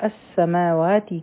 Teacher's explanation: په السماواتی کې به میم او واو دوه دوه حرکه راکاږو